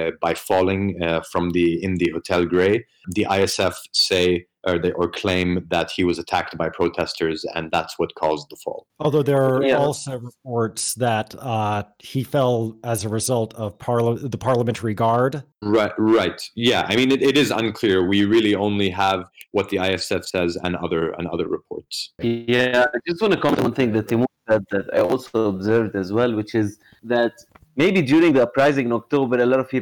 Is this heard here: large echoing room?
no